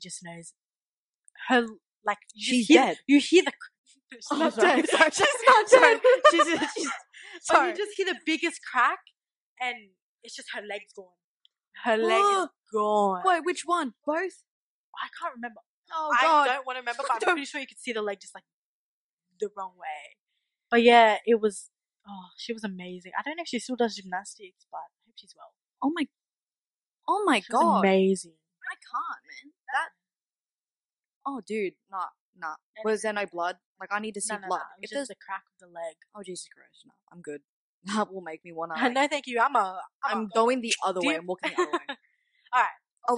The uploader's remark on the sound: The audio messed up during the editing, we suggest you have your volume up all the way. Recommend using headphones for the first episode.